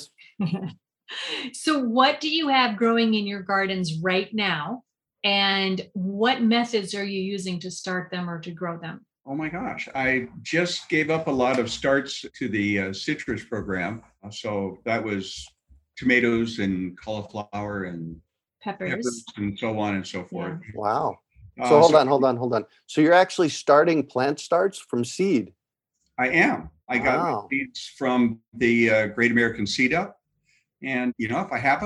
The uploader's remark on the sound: In a Zoom room with a special guest. They answer questions from the live listening audience.